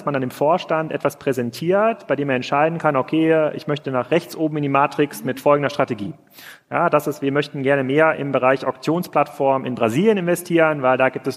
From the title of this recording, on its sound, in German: live vom POL